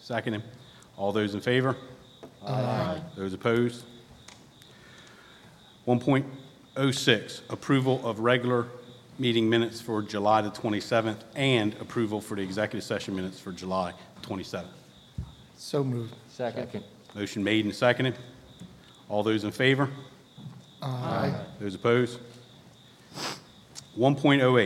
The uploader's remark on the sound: An audio recording of the Indian River Board of Education regular monthly meeting on August 24, 2020.